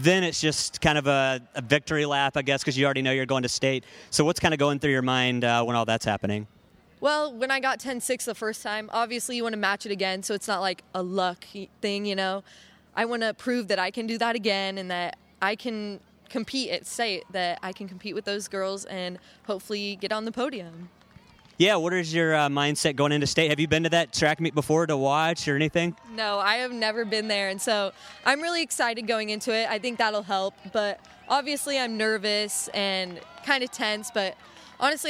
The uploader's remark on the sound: At the Greater Valley Conference Championships on Tuesday, May 8 at West Salem High School.